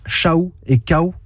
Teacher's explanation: Après un long processus, il s'est transformé en une voyelle, un OU, qui a formé avec le A antécédent une diphtongue AOU. C'est-à-dire deux voyelles dans une même syllabe